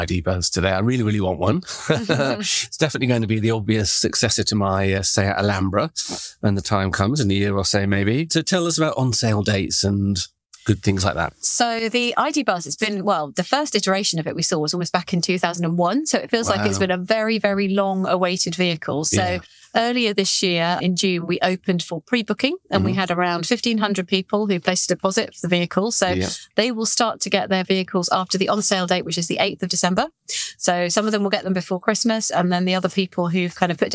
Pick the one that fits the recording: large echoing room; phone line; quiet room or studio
quiet room or studio